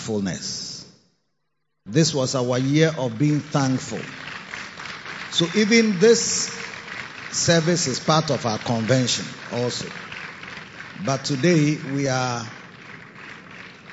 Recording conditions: large echoing room